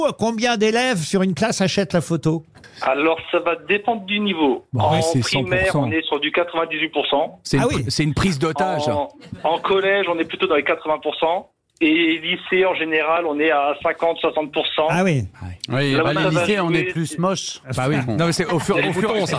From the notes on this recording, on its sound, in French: LE COUP DE FIL DU JOUR. Au téléphone des Grosses Têtes ce 12 octobre.